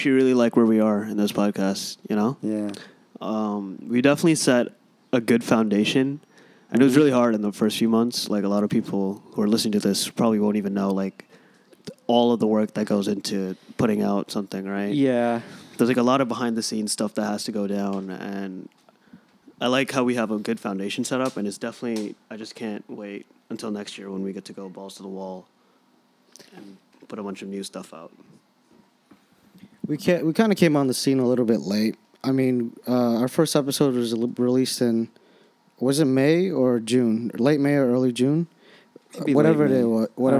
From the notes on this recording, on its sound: For this special episode, we set up an open-mic booth outside the second-floor exit and the senior atrium. We asked students, teachers, and staff about their highlights of the 2018-19 school year.